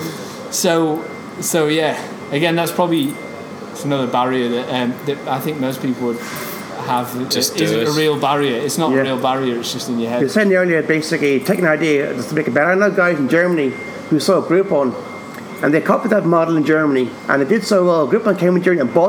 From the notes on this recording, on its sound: was in Belfast at the Digital DNA conference